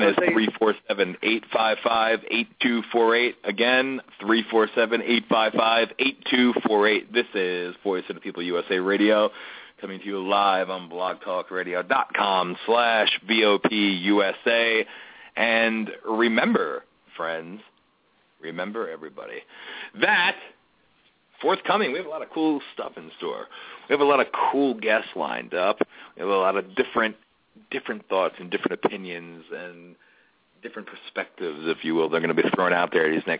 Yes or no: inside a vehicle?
no